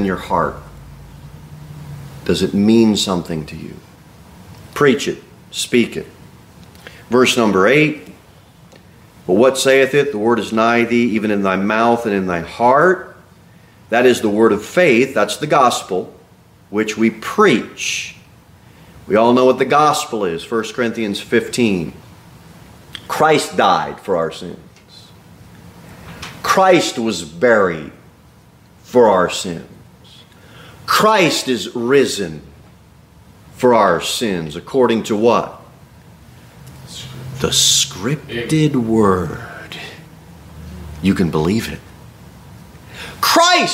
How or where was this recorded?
large echoing room